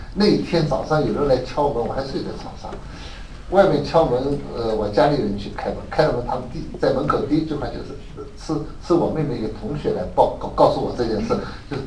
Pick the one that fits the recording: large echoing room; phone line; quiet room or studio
large echoing room